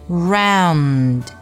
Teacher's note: 舌尖顶在你的上牙龈这块，然后气流从鼻子里出去，去发这个的前鼻音 round。如果你舌尖没有顶上去的话，没有把这个前鼻音的动作发到位，做到位的话，那么很容易咱们就会发音往后靠，然后发出带有中文后鼻音的 round 这么一个音啊。所以说要注意前鼻音要发好 round。再来看第四个重点单词叫做